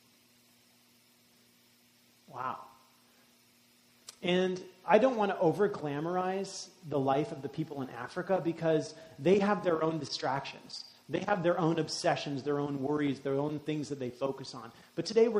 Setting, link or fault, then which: setting, large echoing room